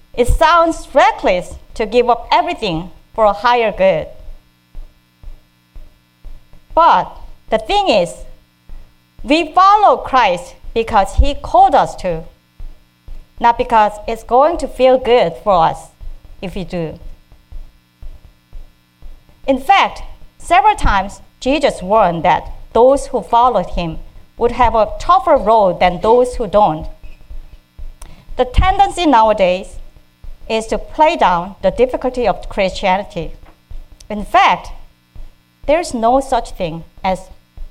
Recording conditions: large echoing room